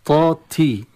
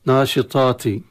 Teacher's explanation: ينبغي للقارئ عندما يتلو هذه الآيات أن ينتبه لحروف التفخيم ويميزها من حروف الترقيق، وبالذات والناشطة تي، طا تي، انتقال من الطاء المفخمة الملحقة بالألف في أشد حالاتها من التفخيم، انتقال إلى التاء، والتاء من حروف الترقيق · Shown in: first take